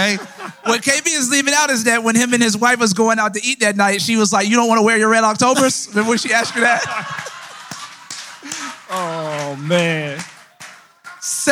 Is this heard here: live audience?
yes